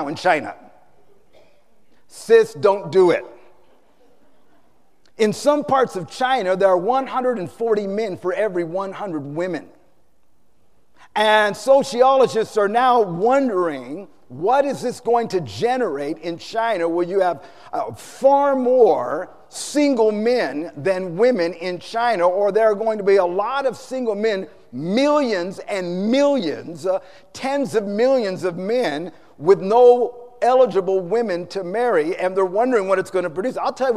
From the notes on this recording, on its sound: Preached on Mothers Day San Antonio TX 2016